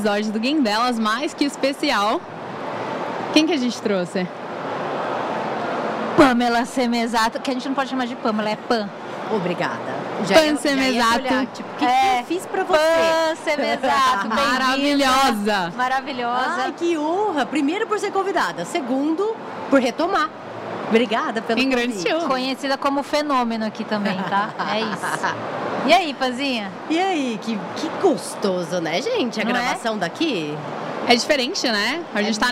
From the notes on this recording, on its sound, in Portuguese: gravado direto da Expert XP 2023